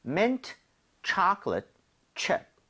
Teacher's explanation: chocolate 할 때는 앞에 오의 강세가 가죠. 그러면서 입 모양이 좀 벌려지겠죠. 그래서 초콜릿보다는 chocolate에 가깝고요.